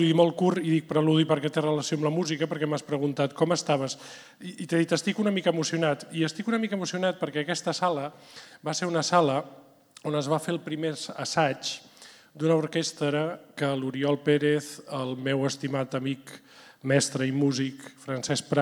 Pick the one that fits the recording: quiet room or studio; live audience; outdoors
live audience